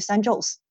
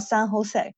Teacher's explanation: 因为那个 J， letter J 的这个，啊，发音在西班牙语是 H · Shown in: second take